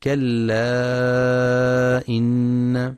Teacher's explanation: ينتبه القارئ للمد المنفصل، كلا إن، يمد أربع أو خمس حركات